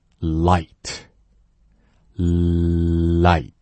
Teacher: 明显没有鼻音，鼻子没有用上，所以 L-I-G-H-T。不过呢，为了区分，我们一起把这八个单词打上朗读两遍，一定要注意对比啊。来 No Low No Low Ten Tell Ten Tell Snow SlowSnow